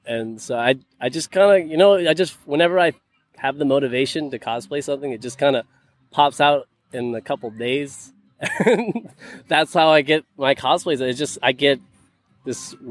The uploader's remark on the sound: Live at Cosplay Beach Party